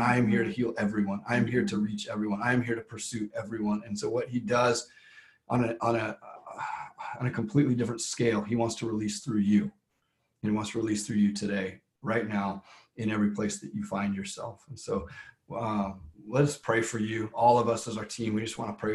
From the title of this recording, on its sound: LWRV Zoom Church